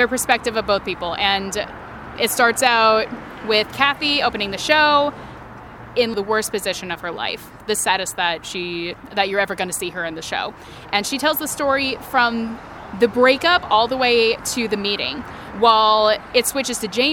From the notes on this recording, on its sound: We met at Urban Beans